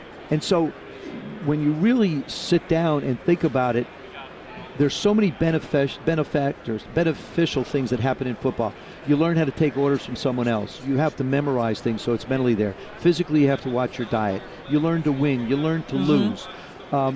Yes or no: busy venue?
yes